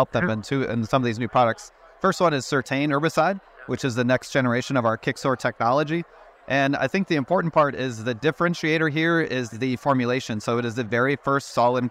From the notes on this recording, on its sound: Our first program today features more conversations recorded at NAFB's Trade Talk event.